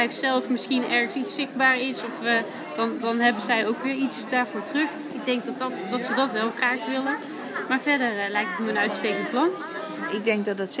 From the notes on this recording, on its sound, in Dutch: Zijn we te gast op het Duurzaamheidsfestival van Breda waar we de opening verzorgen met een ludieke quiz. Daarna doen we een rondje en vragen we de bezoekers uit binnen en buitenland wat ze van ons plastic escape room concept vinden.